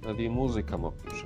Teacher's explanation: в слове «ави» у нас «а», она, поскольку на первом месте, она у нас занимает максимально слабую позицию, вплоть до нуля может идти